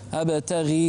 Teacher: انتبه إلى الغين، أبتغي، لا تفخمها كثيرا